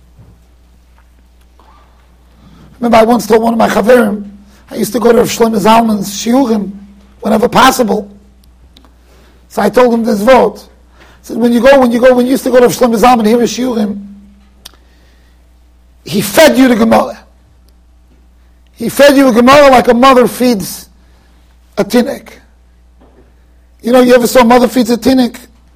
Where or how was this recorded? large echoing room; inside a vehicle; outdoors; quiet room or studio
large echoing room